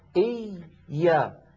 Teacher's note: الياء الأولى ساكنة والياء رخوة، فلذلك زمنها مساو لبس. · Term: الياء المشددة